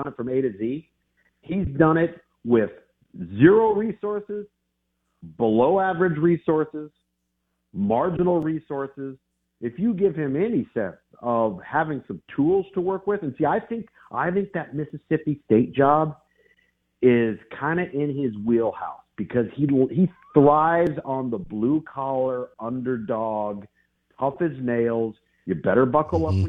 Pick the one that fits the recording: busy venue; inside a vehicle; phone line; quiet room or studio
phone line